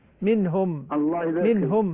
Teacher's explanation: إذا كانت ساكنة وليست مشددة لا نشبع الغنة فيها، يكون فيها أصل الغنة وليست غنة مشبعة